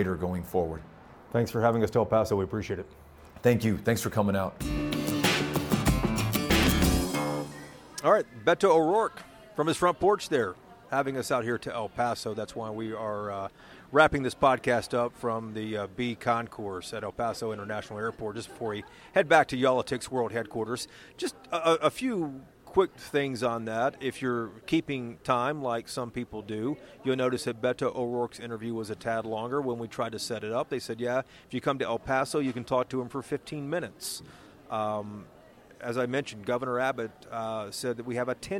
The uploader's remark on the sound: This is also the first Y’all-itics we’ve ever recorded in an airport bar.